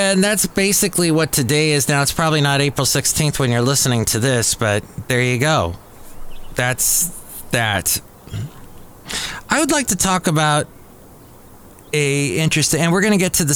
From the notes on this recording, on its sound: podcasts live from Café Anyway